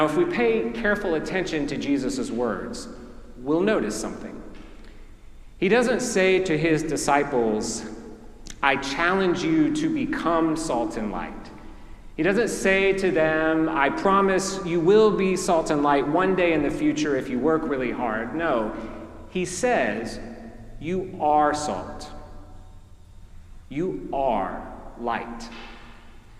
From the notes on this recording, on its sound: preached at our celebration of the Holy Eucharist on the Fifth Sunday after the Epiphany